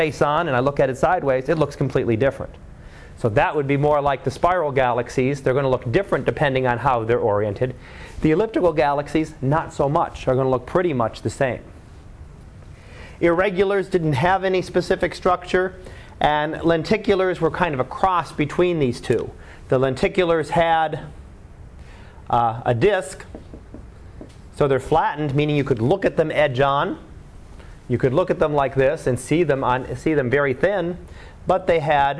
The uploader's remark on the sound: Live Class Lecture